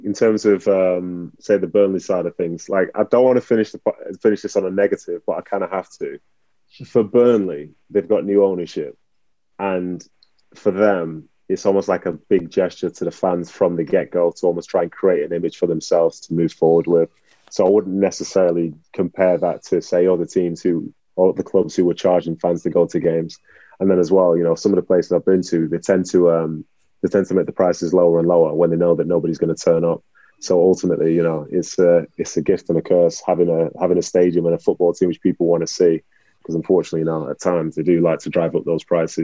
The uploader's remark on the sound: We recorded in front of a Zoom audience.